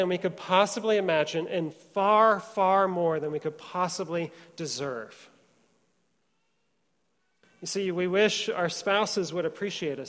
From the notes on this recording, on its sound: Trinity Church, Puerto Rico